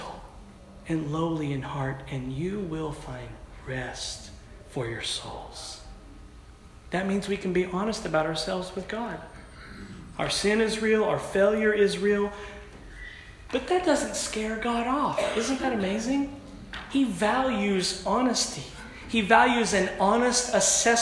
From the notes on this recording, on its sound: at our annual Converge PACWEST Pastors and Spouses Conference